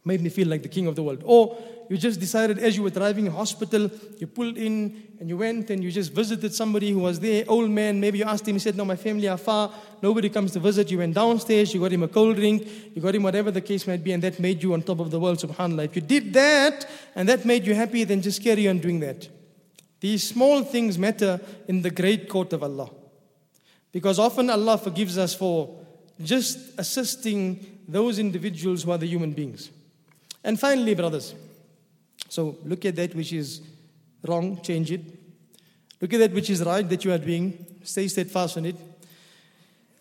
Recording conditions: large echoing room